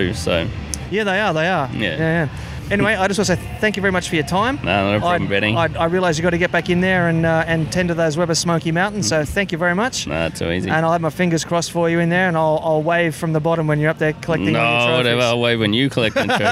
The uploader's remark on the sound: This episode was recorded live at the BBQ & Beats Competition at the NightQuarter on the Gold Coast of Queensland, Australia. It documents a BBQ competition that was the first of its kind in Australia – a day competition.